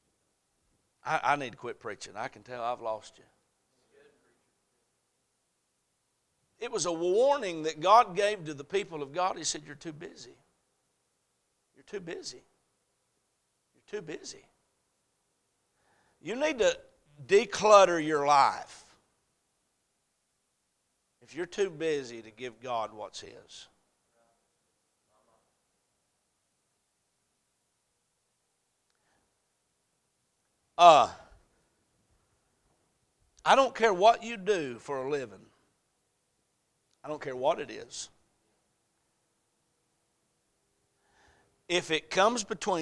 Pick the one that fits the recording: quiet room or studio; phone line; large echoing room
large echoing room